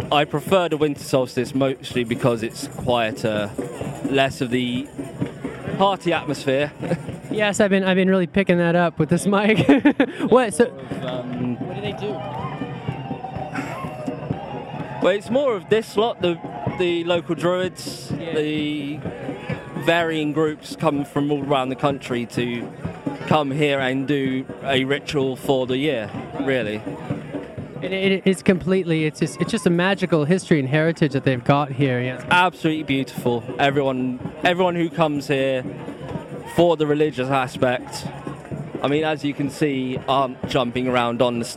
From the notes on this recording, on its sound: Live at Stonehenge. Recorded with my mobile podcasting setup directly from STONEHENGE!